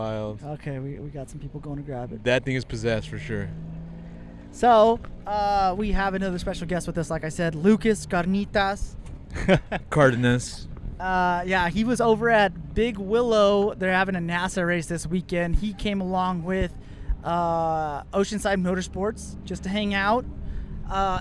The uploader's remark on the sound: Coming to you live from the track side.